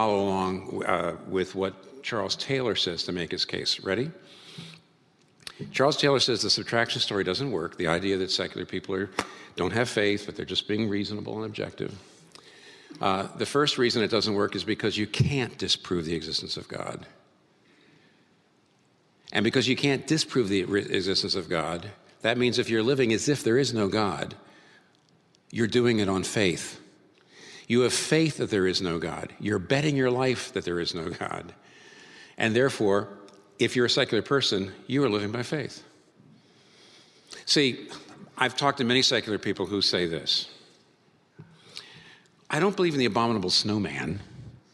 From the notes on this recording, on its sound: This talk was recorded before a live audience on March 7, 2019 in New York City.